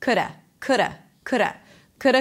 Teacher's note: Notice that the D is really, really light. It sounds like a flap T, like a R, like an R in Spanish.